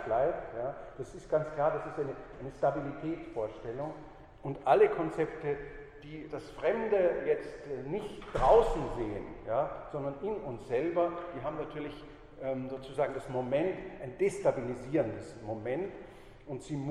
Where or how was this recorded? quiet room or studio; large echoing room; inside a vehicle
large echoing room